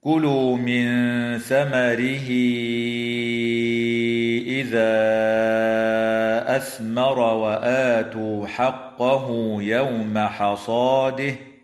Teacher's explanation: تخفى النون الساكنة عند الثاء مع الغنة المرققة في قوله تعالى: من ثمره، وتوصل الهاء من كلمة ثمره حال الوصل بياء، وتمد هذه الياء بمقدار 4 أو 5 حركات وصلا، وتمد الألف في قوله تعالى: إذا أثمر بمقدار 4 أو 5 حركات من قبيل المد المنفصل.